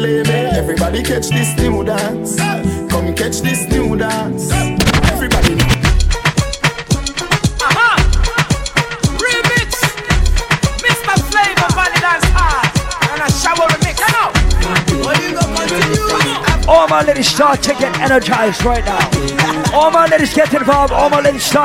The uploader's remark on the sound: live at island saturdays on Dec 16